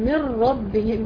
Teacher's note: نون ساكنة جاي بعدها راء إدغام كامل بدون إيه بدون غنة.